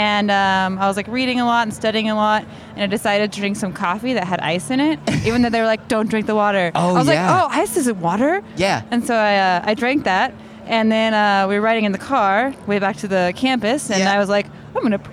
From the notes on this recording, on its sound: I hit the streets and recorded lot of random poop stories.